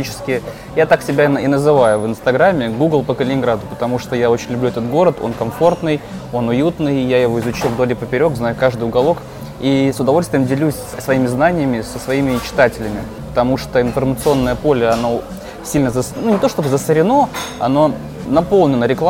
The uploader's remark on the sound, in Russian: Выпуск записан в ресторане Branch & Bowl в формате мукбанг